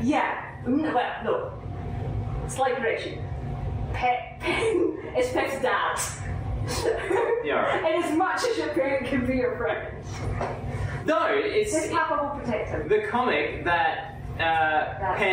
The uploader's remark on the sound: Here's an impromptu episode that we recorded live at the Great Night Studio! It was recorded on an iPhone so that's why it sounds crappy.